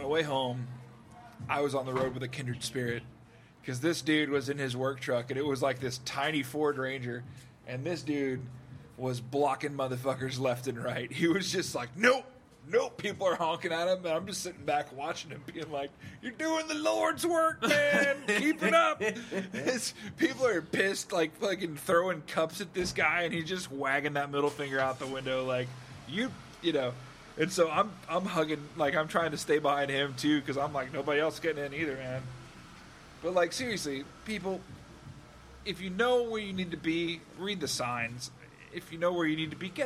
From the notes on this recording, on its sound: Take the conversation outside! Patio Talk.